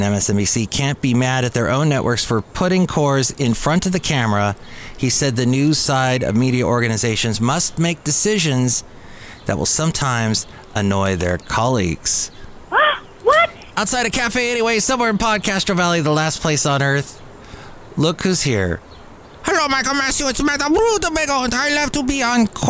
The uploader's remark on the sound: podcasts live from Cafe Anyway